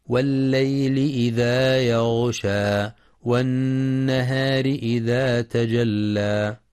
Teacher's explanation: كما يراعى تفخيم الغين في يغشى مع بيان صفة الرخاوة فيها